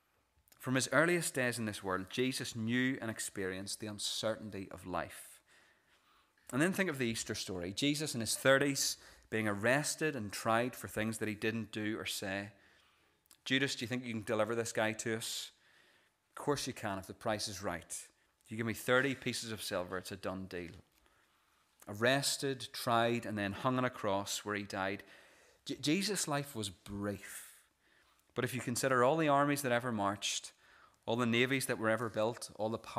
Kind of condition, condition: setting, large echoing room